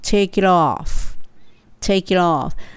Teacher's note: take it の t も it, it, t, t っていう t は L の音のようになります。